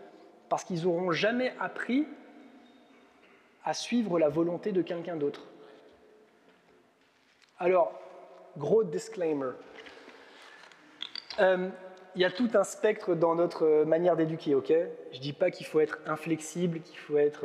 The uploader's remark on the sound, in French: Enregistré à l'église CVV, le 12/06/2022.